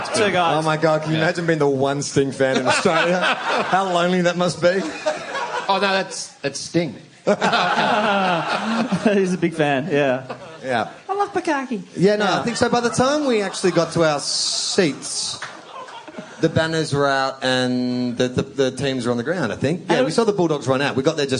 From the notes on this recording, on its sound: Post Grand Final 2016 - Live. Live on stage.